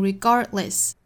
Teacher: 而是把这个 d 干脆就去掉了，变成 regardless · Term: 美音发法